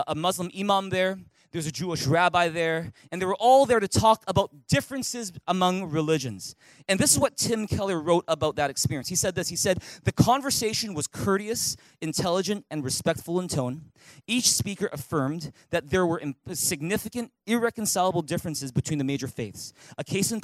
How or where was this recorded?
large echoing room